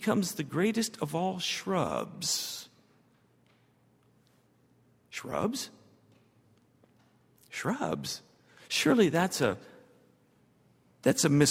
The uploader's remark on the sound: at Highland Baptist Church